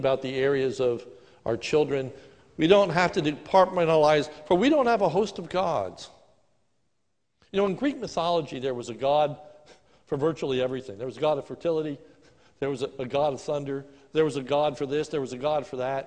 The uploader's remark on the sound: This is a sermon recorded at the Lebanon Bible Fellowship Church in Lebanon, PA on 10/25/2020 during the morning service. Is a stand alone sermon for our groundbreaking service.